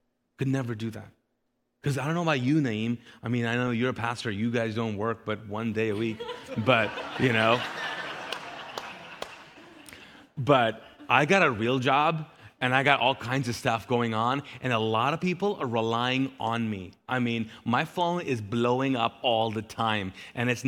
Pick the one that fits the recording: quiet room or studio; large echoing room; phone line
large echoing room